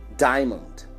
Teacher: nessa palavra, a letra A não vai sair.